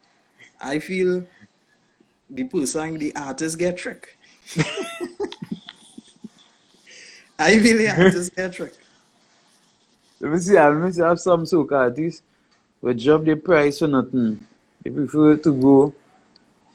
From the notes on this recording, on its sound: This Interview was conducted via Instagram Live